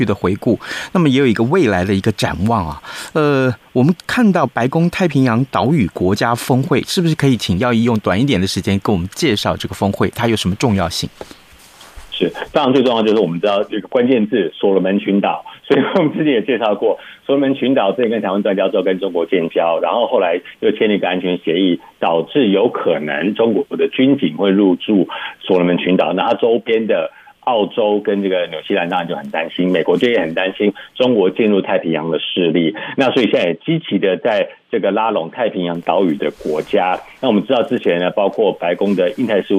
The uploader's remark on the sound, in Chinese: 連線美國之音白宮記者